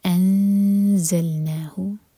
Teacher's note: Za ke liye ikhfa aur phir za par buzzing sound.